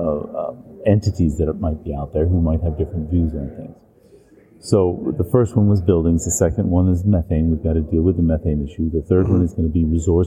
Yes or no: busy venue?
yes